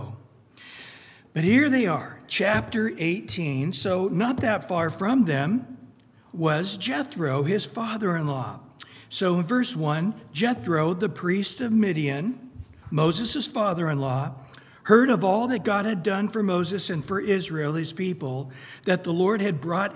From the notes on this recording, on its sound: Recorded at Calvary Chapel of Los Alamitos on Aug 30 2023 on Wednesday evening sermon. Recorded at Calvary Chapel of Los Alamitos on Aug 30 2023 on Wednesday evening sermon.